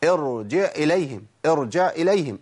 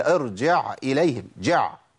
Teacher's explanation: الهمزة حرف فيه شدة وفيه جهر، انقطاع صوت ونفس، خد بالك ما توصلش العين إلى الهمزة · Shown in: second take